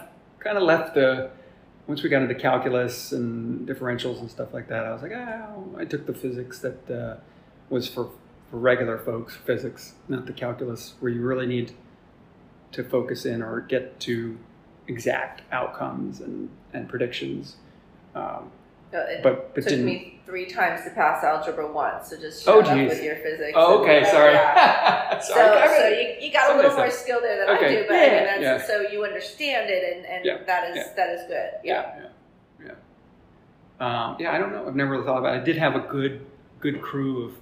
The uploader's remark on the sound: This episode was recorded at Trace in their Cool Ship Room and there is a little echo.